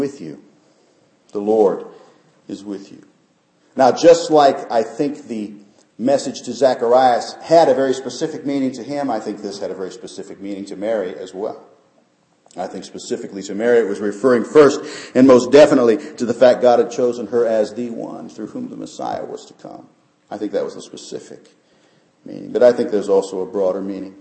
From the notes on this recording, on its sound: Christmas Eve Service. Short devotional given during Christmas Eve candlelight service.